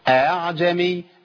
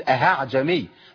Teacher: اخلي الهمزة بين الهمزة والالف، بين الهمزة واصل حركتها · Shown in: first take · أعجمي بعض الناس بيقولها خطا، بيقول اهاعجمي، ما عنديش هاء، هي بين الالف وبين الايه الهمزه. · Term: التسهيل